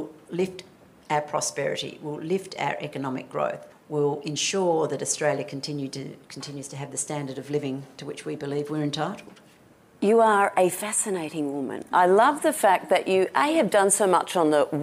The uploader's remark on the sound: A Q+A at the CommBank Women In Focus Conference. Use of the audio from the Women In Focus conference.